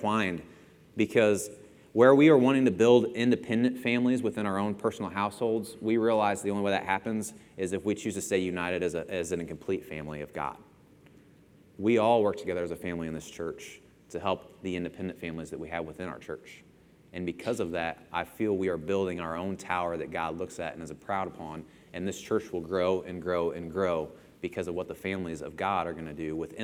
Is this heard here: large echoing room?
yes